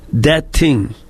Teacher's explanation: It's very difficult for Polish people to hear TH, and so they'll say the TH as a D sound